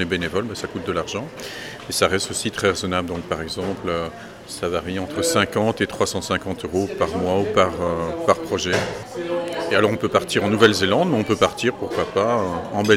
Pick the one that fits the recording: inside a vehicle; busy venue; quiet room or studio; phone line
busy venue